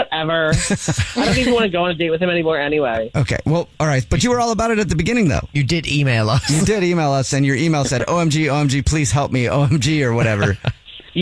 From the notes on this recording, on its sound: We get that other person on the phone